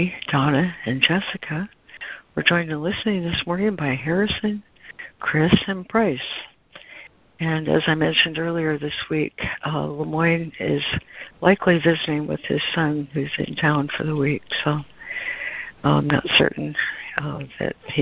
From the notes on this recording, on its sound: ACIM Daily Conference Call.